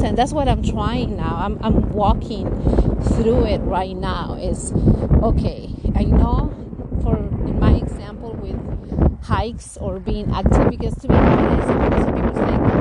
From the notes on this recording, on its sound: I recorded this episode in one of my morning walks. This episode will have some wind and background noise as it got a bit windy in some areas of my hike.